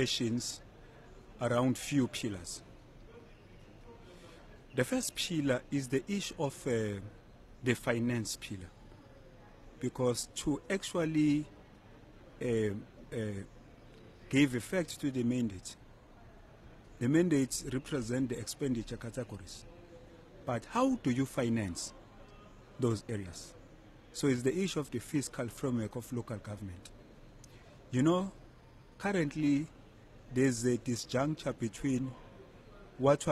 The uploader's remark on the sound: SALGA hosts National Conference. We bring you day 2 ofSALGA’s National Conference where we are broadcasting from over till tomorrow. Stakeholders from municipalities, provincial and national government, the business sector as well as think tanks are convening here in Cape Town.